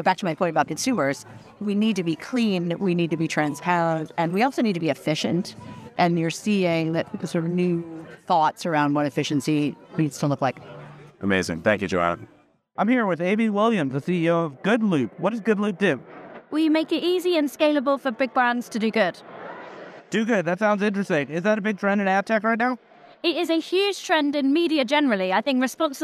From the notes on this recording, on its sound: From the Possible conference in Miami. We have quick "person on the street" interviews.